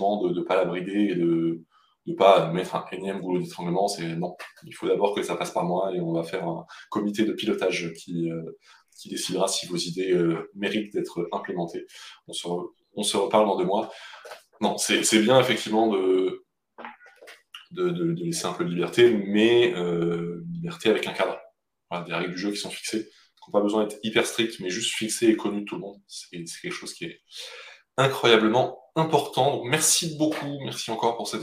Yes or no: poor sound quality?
yes